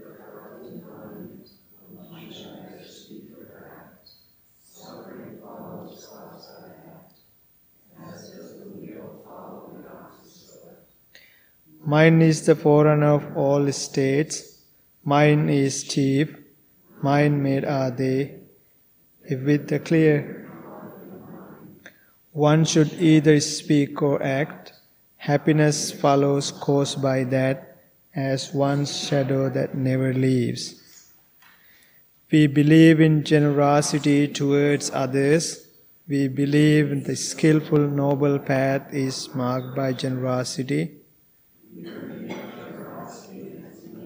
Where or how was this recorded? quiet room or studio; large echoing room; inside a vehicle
large echoing room